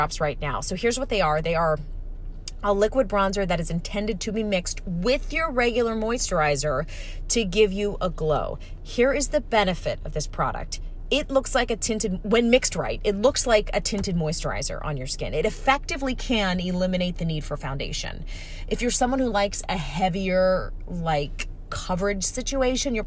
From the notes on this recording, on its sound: I'm on a solo journey comin' at you LIVE from my van, like the true professional I am.